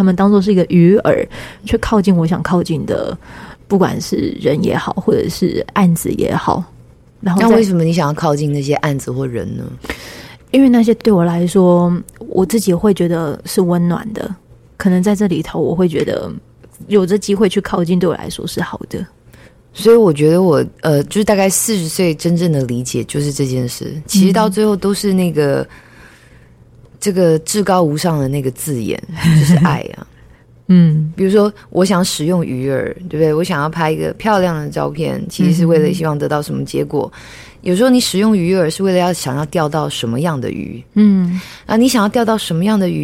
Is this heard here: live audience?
no